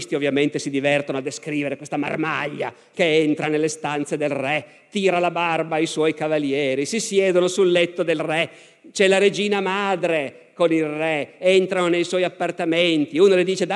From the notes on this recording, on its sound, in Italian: Ecco la terza e ultima puntata dal Festival della Mente 2019.